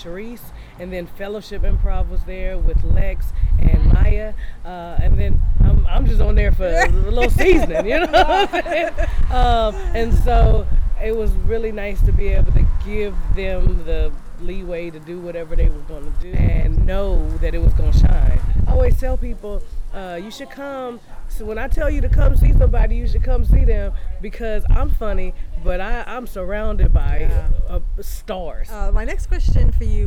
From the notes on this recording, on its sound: Producer Minisode Compilation from 2023 Lysistrata Comedy Festival. I apologize for the wind noise that happens in some of the recordings. Every attempt was made to eliminate it as much as possible.